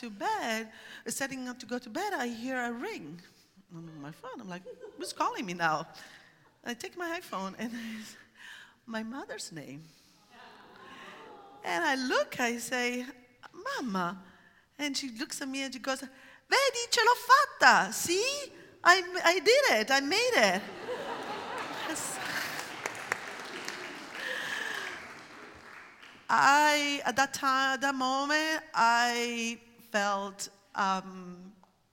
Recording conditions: live audience